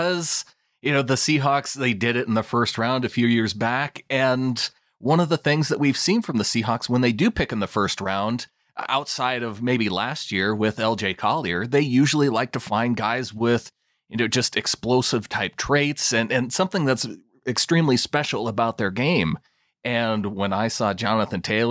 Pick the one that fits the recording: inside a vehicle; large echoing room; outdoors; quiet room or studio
quiet room or studio